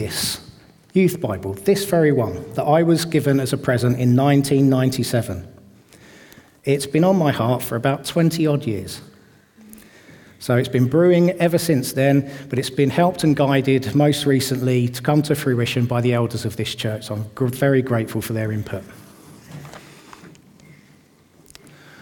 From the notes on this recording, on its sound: This audio was recorded at our venue in Great Denham on Sunday 18th February 2024.